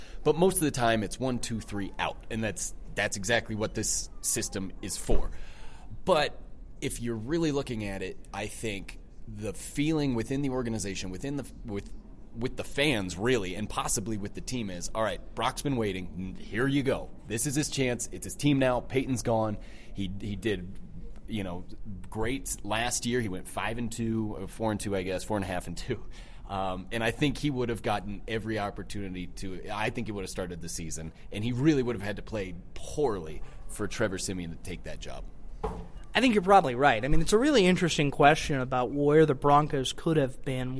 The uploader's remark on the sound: come to you live from the bowels of the Pepsi Center